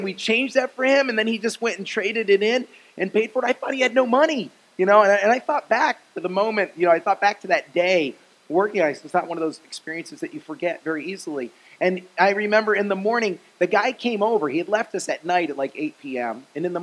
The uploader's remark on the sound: Message preached at Faith Generation in Cape Coral, FL on 3/15/20